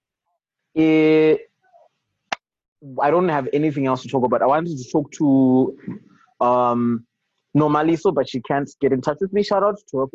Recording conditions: video call